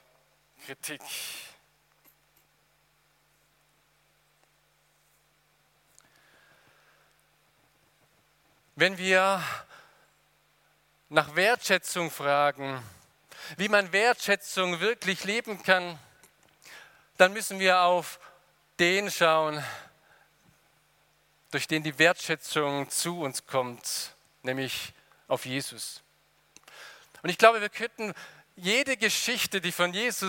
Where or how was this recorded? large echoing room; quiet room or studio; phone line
large echoing room